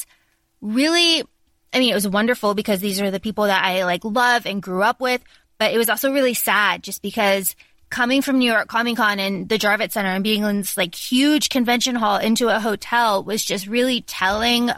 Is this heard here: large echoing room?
no